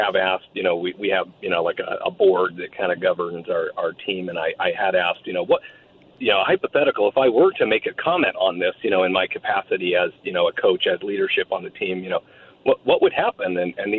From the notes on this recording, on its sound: Open Phone Friday